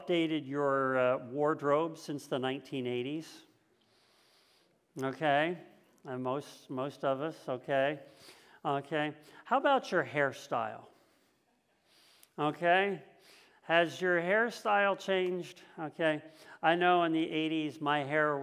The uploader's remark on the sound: This message was first preached on January 2nd 2022 at Linglestown Life Church in Harrisburg PA.